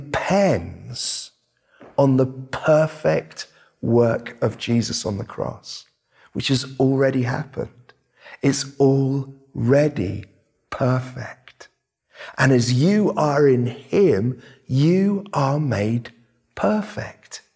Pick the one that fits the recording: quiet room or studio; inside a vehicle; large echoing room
large echoing room